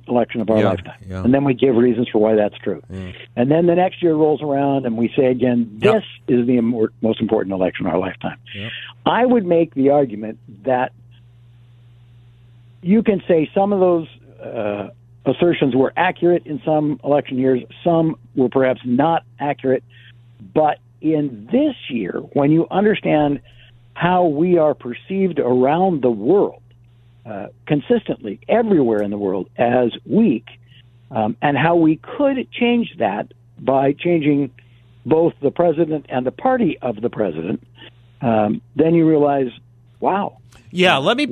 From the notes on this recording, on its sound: by phone